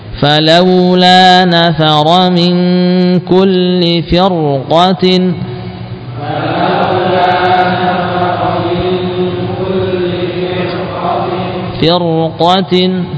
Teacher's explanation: firqah bertemu dengan qaf fir tebal